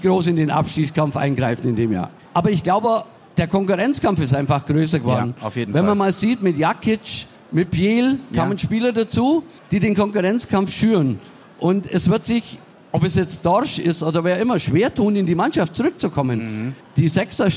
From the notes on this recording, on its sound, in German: Live von der Afa in Augsburg.